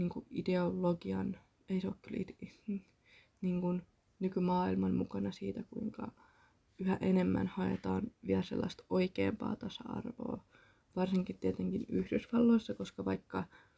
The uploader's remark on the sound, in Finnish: Pahoittelut hiljaisesta puheesta ja yleisesti mahdollisesta huonosta laadusta, tää oli varmaan 7 kerta ku äänitän tätä jaksoo ja sekin tapahtui hyvin myöhään yöllä.